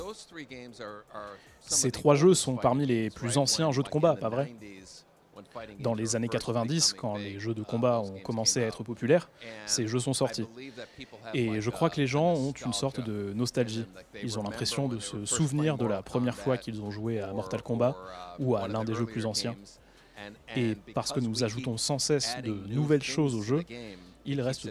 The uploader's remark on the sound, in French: En direct de la Gamescom 2023